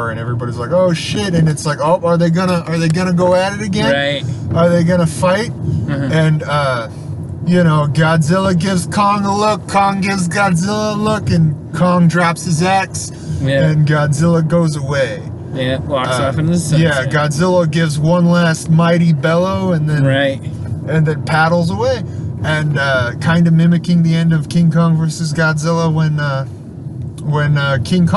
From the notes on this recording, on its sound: This was recorded on the drive to and from Godzilla vs Kong.